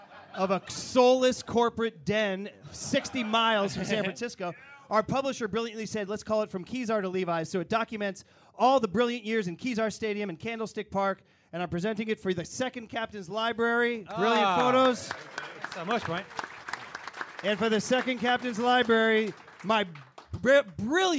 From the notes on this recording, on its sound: Today's show is coming at you live and dangerous from Foley's Bar in San Francisco.